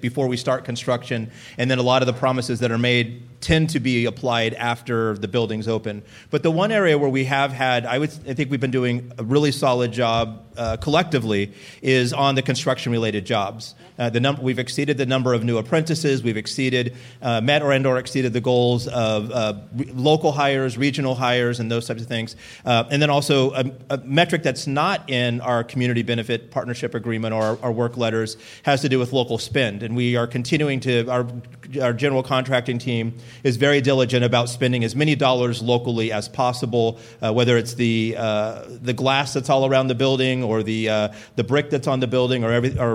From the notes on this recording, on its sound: Live from the Brickhouse Gallery. Solving Sacramento hosted a live event.